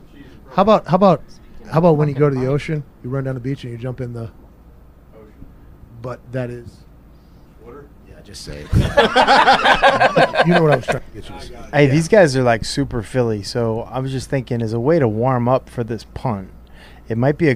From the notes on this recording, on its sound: record the show live from the box truck in Greenville, North Carolina